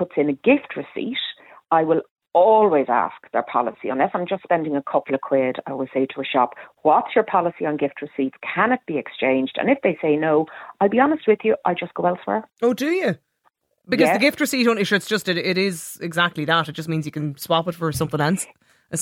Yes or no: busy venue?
no